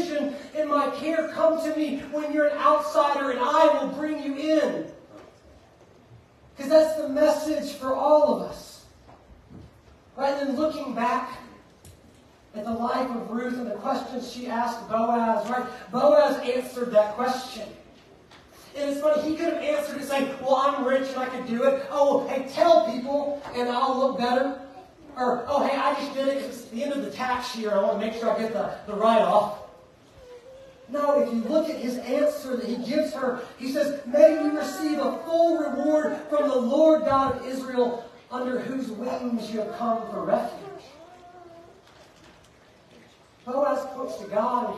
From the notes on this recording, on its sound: Preached at Fairview Church in Montgomery, Alabama on November 26th, 2023.